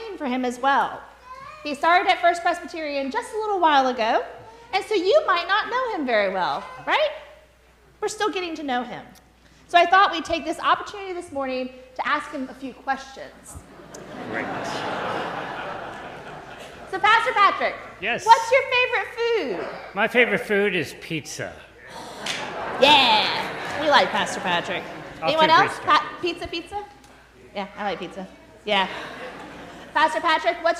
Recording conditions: large echoing room